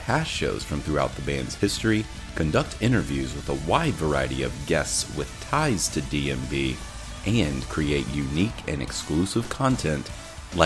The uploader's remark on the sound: at the 2019 Just for Laughs Comedy Festival in Montreal